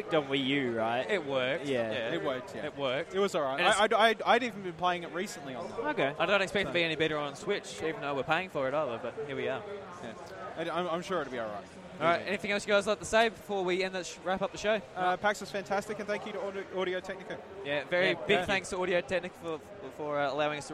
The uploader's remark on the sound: coming to you live from the Audio Technica booth at PAX Australia 2018!